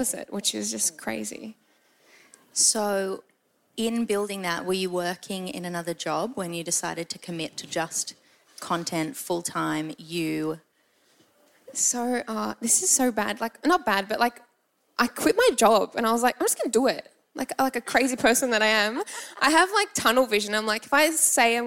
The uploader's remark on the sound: This podcast was recorded live on International Women's Day at the Pay Pal Melbourne Fashion Festival.